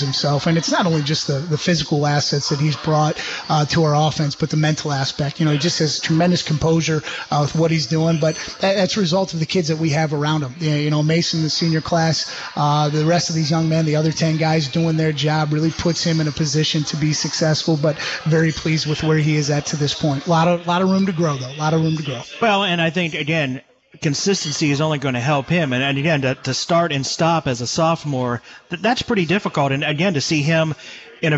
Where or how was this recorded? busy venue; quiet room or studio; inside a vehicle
busy venue